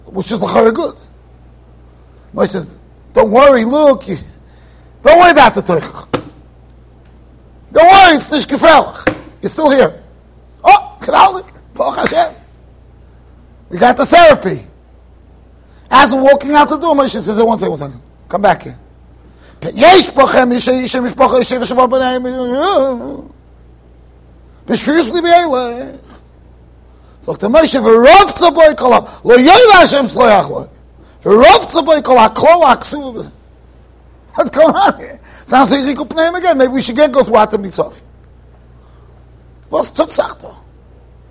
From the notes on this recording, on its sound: Shiur recorded in Yeshivas Ohr Reuven, Monsey NY